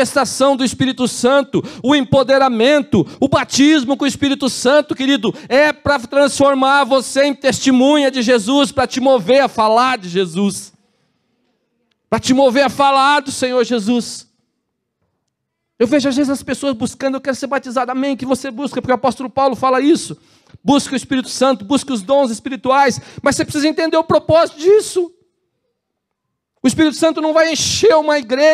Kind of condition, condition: setting, large echoing room